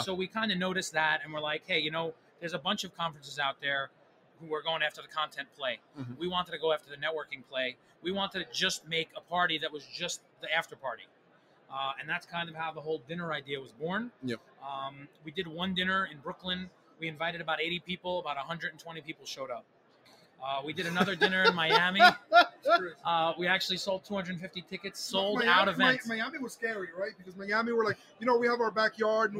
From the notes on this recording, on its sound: Live from Prosper in Vegas